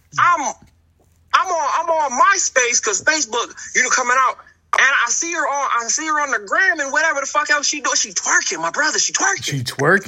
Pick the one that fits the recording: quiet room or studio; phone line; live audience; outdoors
phone line